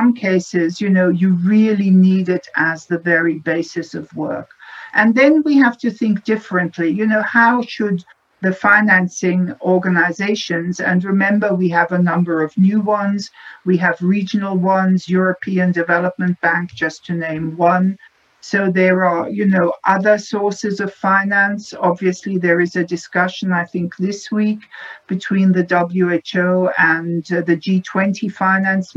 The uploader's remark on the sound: a virtual, world-wide conference